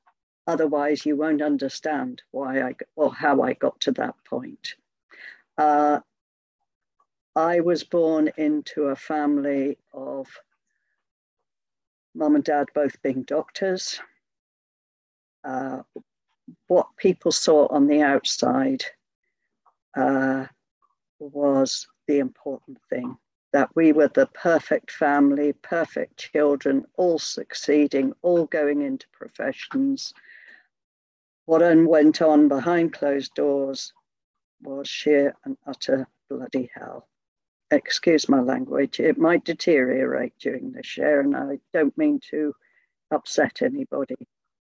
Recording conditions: video call